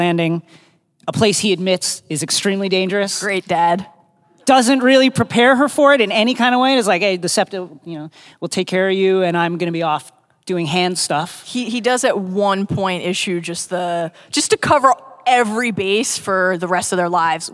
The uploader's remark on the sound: Live From ‘Con of Thrones’ 2018